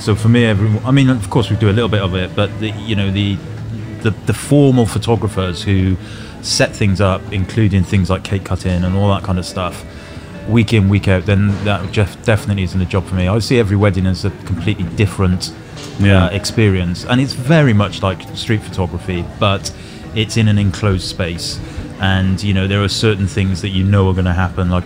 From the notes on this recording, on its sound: The Brighton listener meet up recorded live on location in the south's most vibrant seaside town on the Palace Pier. Those who came to the live show also get a chance to ask questions from the floor.